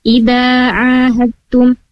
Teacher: Jadi, dalnya tidak dibaca jelas, langsung ke huruf ta. · Term: idgham mutajanisain